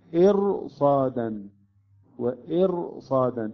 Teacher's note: الراء ساكنة قبلها مكسور ولكن بعدها حرف الصاد من حروف ماذا؟ استعلاء · Term: تفخم